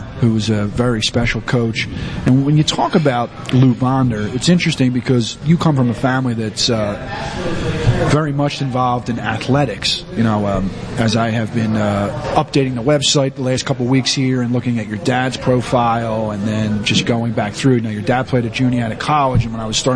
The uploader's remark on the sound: The one-hour interview from Anthony’s At Paxon